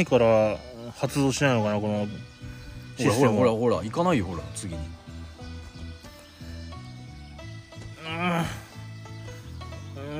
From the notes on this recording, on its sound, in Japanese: 久しぶりに空き地にての収録！収録中に予約を取ることに。。。